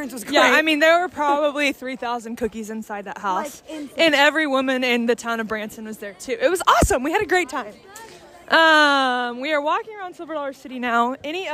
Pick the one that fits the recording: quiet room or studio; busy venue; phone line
busy venue